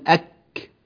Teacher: منكر لسانك ملتصق في مخرج الكاف